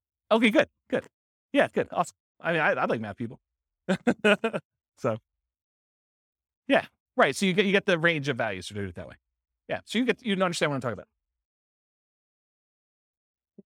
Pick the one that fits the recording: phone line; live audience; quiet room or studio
live audience